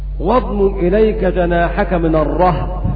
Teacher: قرأ حفص واضمم إليك جناحك من الرهب بفتح الراء وسكون الهاء